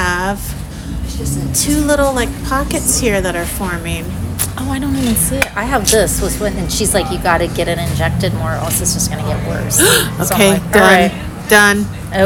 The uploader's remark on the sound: on location for a well-deserved breakfast